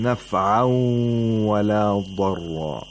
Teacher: The waw is nasalized because there is a tanween followed by waw, one of the letters of Yamun.